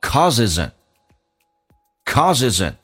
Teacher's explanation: z 跟 n 形成个连音， n 不被强调，弱化成 n